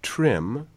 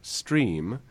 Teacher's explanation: the deaspirating quality of the S will undo the devoicing of the following voiced consonant. · Shown in: second take